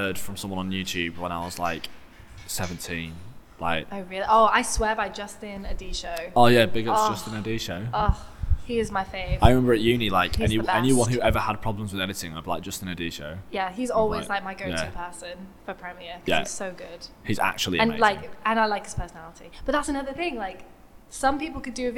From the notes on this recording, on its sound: Thank you to the Old Red Bus Station for letting us record in their upstairs cantina!